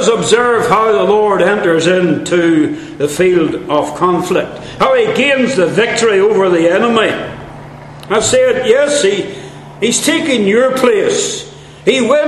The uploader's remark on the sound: Centenary Conference London. At the Centenary Conference in London at Westminster Baptist Church.